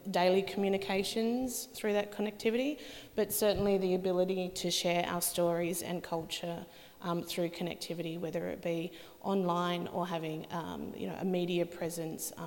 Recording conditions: live audience